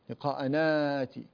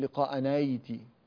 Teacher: نحن هنا نبدل الهمزة حرف مد مجانس لحركة ما قبله · Shown in: first take · وإن كانت الهمزة مكسورة إلا أننا أبدلناها بالفتح، أبدلناها ألفا لأن ما قبلها مفتوح.